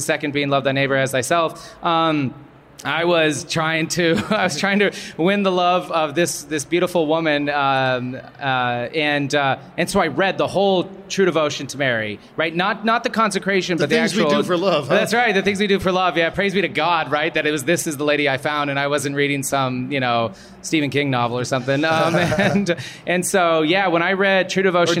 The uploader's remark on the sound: We have a special episode of The Catholic Gentleman recorded in front of a live audience at SEEK 2023 with The Catholic Talk Show.